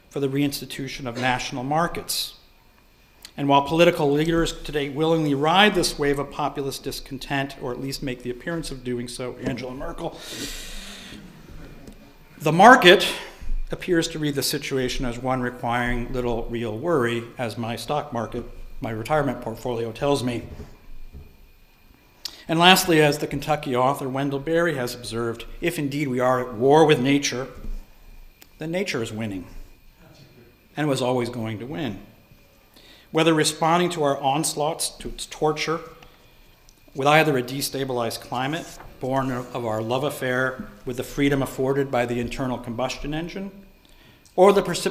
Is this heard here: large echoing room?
yes